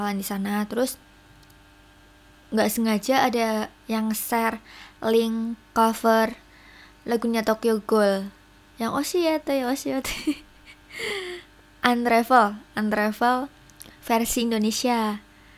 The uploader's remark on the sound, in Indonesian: maaf suara kipas anginnya emg ngganggu